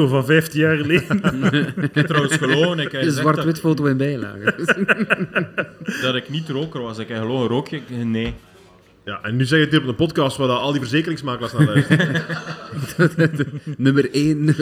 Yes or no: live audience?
yes